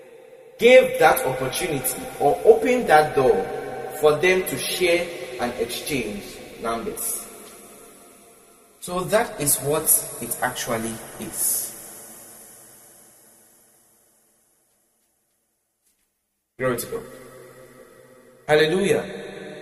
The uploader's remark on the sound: Preached at the CIAJ Conference 2023 at the Love Arena, Accra.